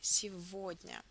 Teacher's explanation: When the letter г is placed between vowels е and о, it's always pronounced as в sound. So you will say сегодня.